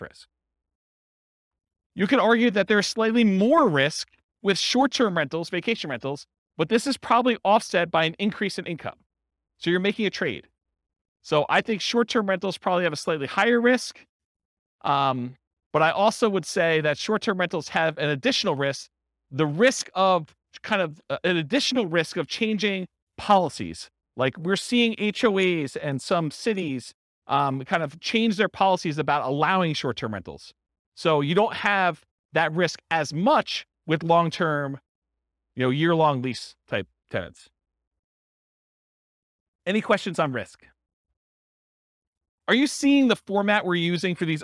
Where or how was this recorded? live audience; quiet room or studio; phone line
live audience